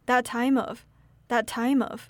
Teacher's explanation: The T at the end of the word that becomes silent, that. The M sound at the end of the word time should sound connected to the O sound in the word of, so it's pronounced like that time of, that time of.